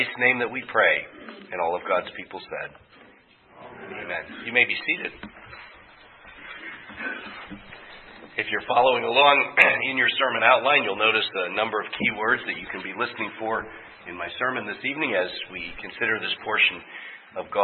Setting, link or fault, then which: setting, large echoing room